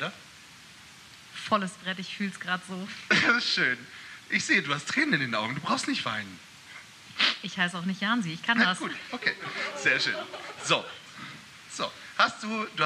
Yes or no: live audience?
yes